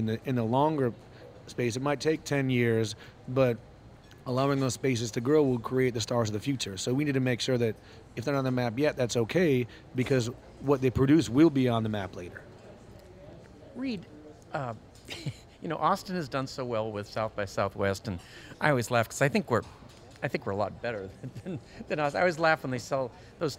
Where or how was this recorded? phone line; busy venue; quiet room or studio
busy venue